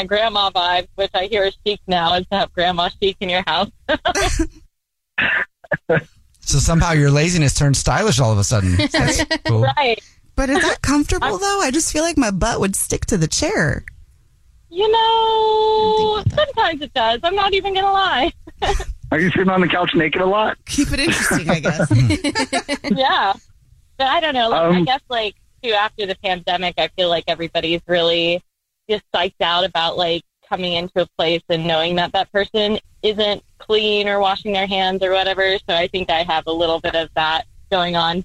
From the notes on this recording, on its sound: We get that other person on the phone